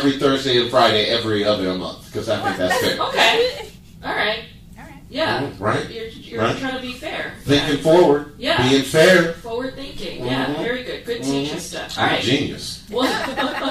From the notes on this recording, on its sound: Live in Alaska. This is the first ever K-Drama School podcast live recording at Anchorage, Alaska with the B4UDie Comedy Festival at E Street Theater.